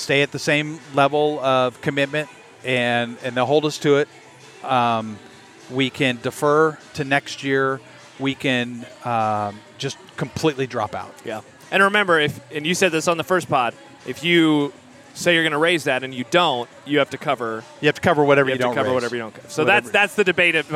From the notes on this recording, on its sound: live from the Good Life Halfsy expo